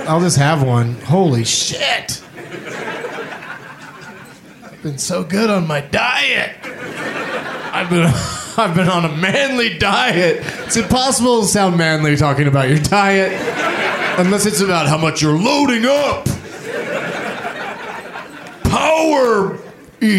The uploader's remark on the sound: Live from Comedy Works in Denver, CO